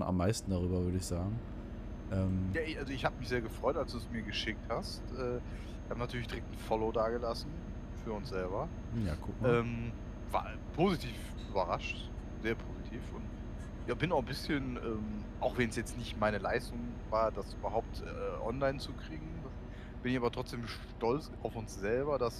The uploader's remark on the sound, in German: In Diesem Podcast sind immer wieder auch Nebengeräusche zu hören. Das ist Absicht.